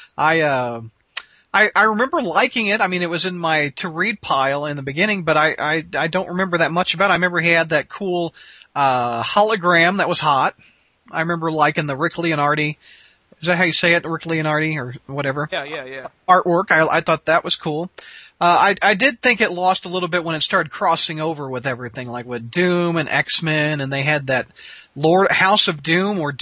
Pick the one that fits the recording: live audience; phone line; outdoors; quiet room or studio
phone line